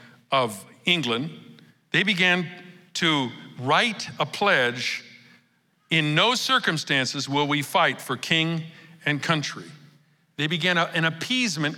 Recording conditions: large echoing room